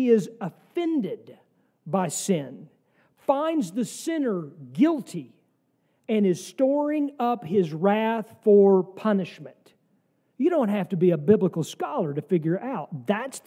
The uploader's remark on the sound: sermon from our service on the second week of Advent, December 10, 2023